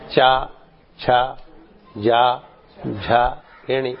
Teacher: These are all uttered at the upper palate.